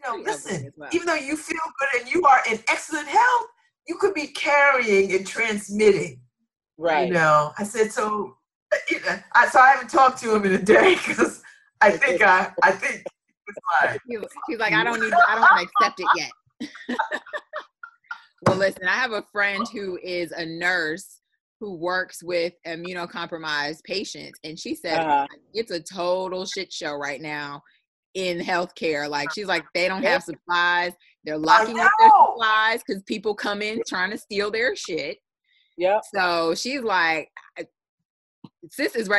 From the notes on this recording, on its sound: Like almost everybody else, we're connecting over the internets. Check the audio from our April 3, 2020 Zoom connection.